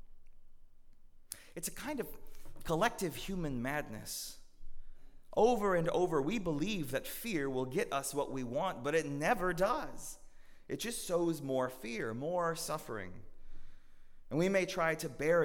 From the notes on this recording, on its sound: at Northminster Church on December 22, 2019